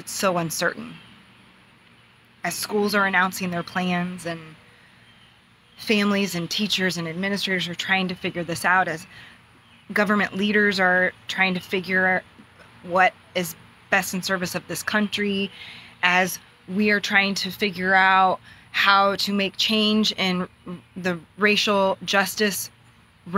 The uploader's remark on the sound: outside, on my phone